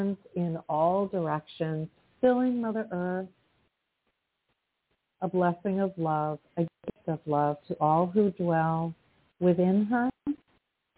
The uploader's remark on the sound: in response to callers' questions